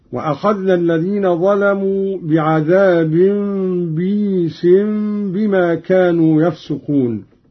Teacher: قوله تعالى: وأخذنا الذين ظلموا بعذاب بئيس بما كانوا يفسقون. قرأ قانون بكسر الباء بعدها ياء ساكنة مدية على وزن عيس، يقرأ هكذا: وأخذنا الذين ظلموا بعذاب بئيس بما كانوا يفسقون.